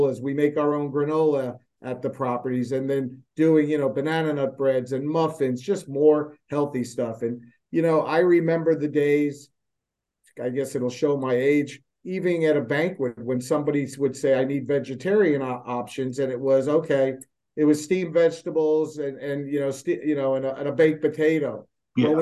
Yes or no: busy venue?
no